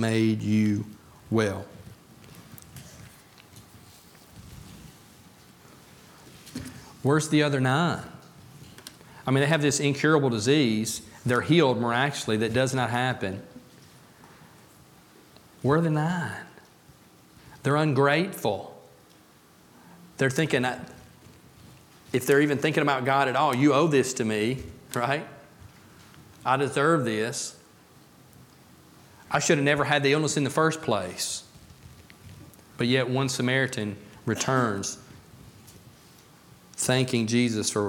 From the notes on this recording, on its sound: A message about being thankful from the Pulpit of Beaver Baptist Church in Brighton, Tn.